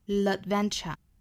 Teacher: adventure 重读呢是在第二个音节